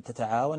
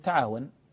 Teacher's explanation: العرب عندما ينطقون بفعل مضارع أول الفعل تاء وقد بدأ بحرف مضارعة التاء يتخففون أحيانا بحذف أحد التاءين · Shown in: second take · فيقولون مثلا في تتعاون يقولون تعاون، وفي تتقابل لا تقابل إلى آخره، فيحذفون أحد التاءين تخفيفا، وهذا لا يعني أن التاء الثانية مستغن عنها، ولكنه نوع من التخفيف لالتقاء التاءين وصعوبة النطق بأحدهما أو التخفف من إحداهما.